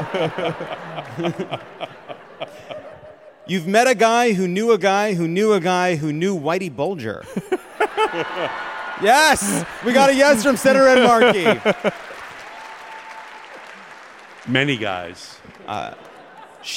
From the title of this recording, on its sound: Live from Boston